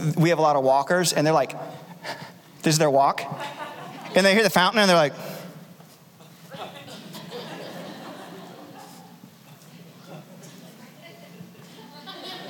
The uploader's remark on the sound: Recorded Live at Capital Church in Meridian, Idaho